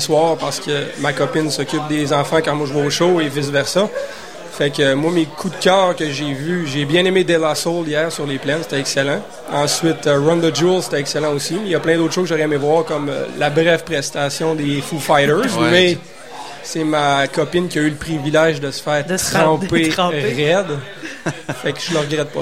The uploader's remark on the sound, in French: En entrevue à CKRL 89,1 en direct du bar Le Sacrilège au Festival d'été de Québec.